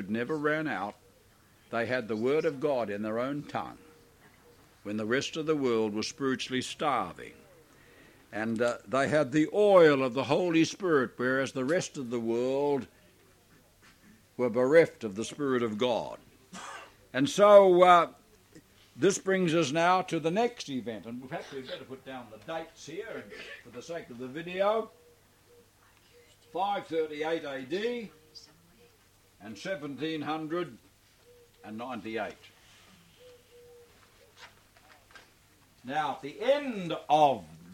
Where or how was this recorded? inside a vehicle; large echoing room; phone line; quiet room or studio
large echoing room